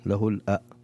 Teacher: يجب أن يحقق الهمزة في له الأسماء · Term: تحقيق الهمزة